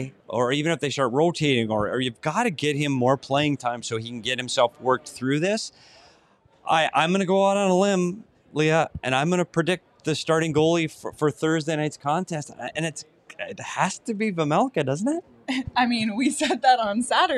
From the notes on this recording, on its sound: broke it all down after the game live from Gila River Arena